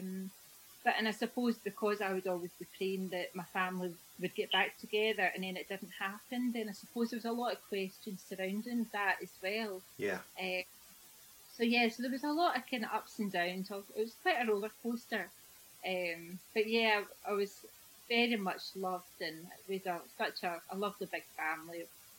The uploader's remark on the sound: Please forgive the audio quality as it was recorded during lockdown over Zoom.